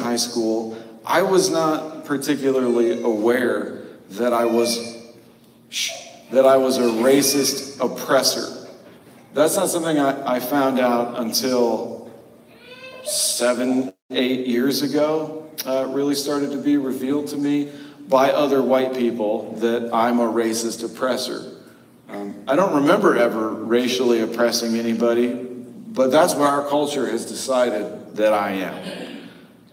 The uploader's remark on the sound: Note: The audio is pulled from our live stream this week due to an error with our recording. Apologies for the cavernous echo.